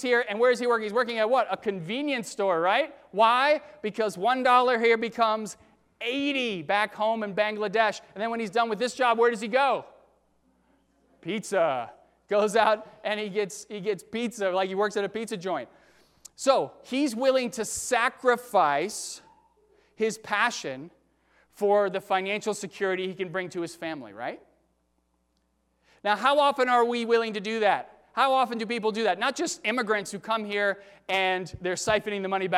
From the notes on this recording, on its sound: during the 9:00 AM service on Sunday June 23, 2019, at First Presbyterian Church of Arlington Heights, Illinois.